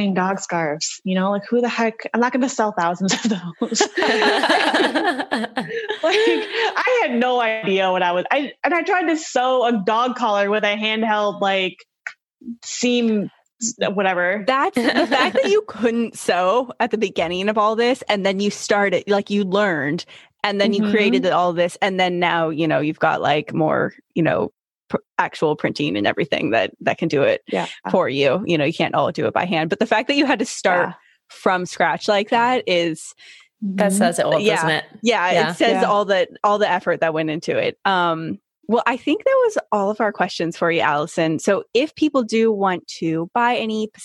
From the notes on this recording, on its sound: We sit down (actually Zoom call cause rona still around).